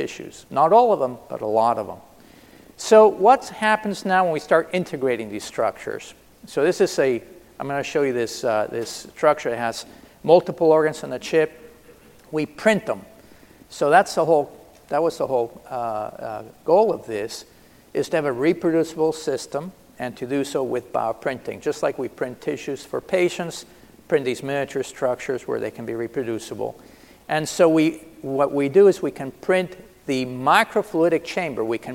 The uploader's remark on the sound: This is a keynote session from DPharm 2018.